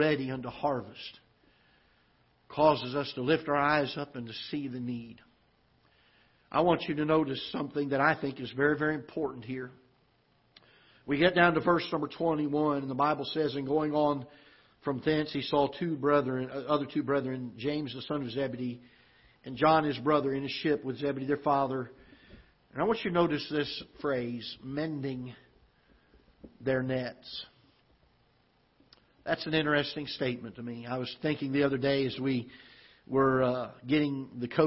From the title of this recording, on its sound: Ketha Heights Baptist Church ~ Live Broadcast